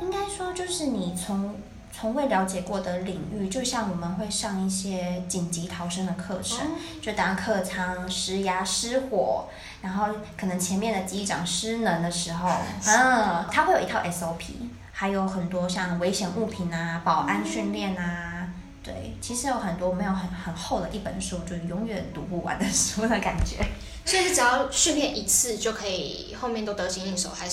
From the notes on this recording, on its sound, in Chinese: 本集因場地錄音關係，技術不夠成熟，些許回音或雜音， 已利用一些背景音樂遮掉請各位見諒